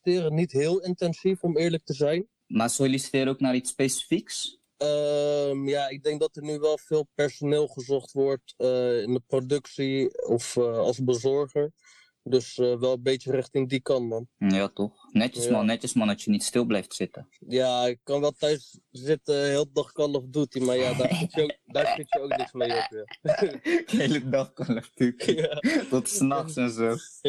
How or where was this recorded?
video call